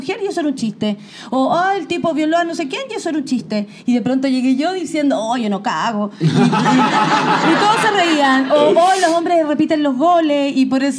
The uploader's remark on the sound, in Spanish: un programa grabado en Santiago de Chile, acompañados de nuestros #PatreoncitosPlus